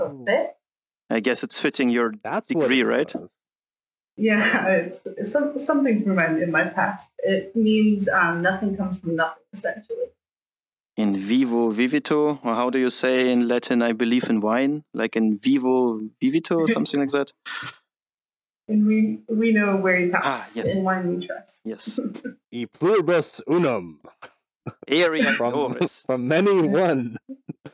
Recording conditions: poor sound quality